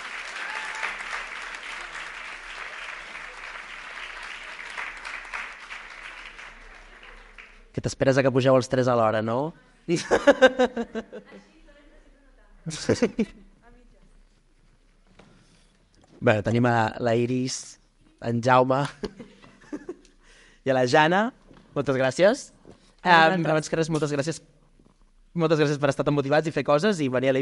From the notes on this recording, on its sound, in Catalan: Episodi en Directe al Cinema Edison. El vam gravar en directe durant la mostra de curtmetratges de "La Peixera", un projecte impulsat pel Cinema Edison.